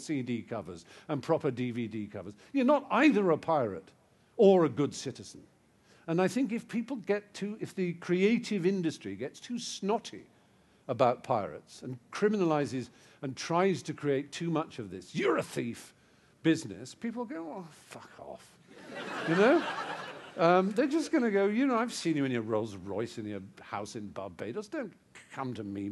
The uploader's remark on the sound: a capacity audience at the Apple Store, Regent Street on a snowy February evening